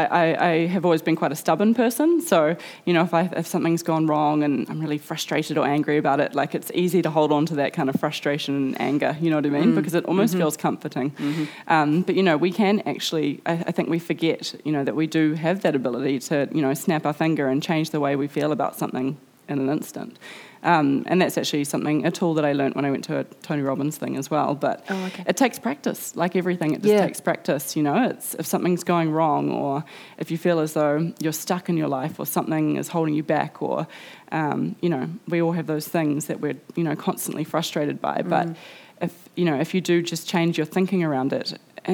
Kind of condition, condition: setting, busy venue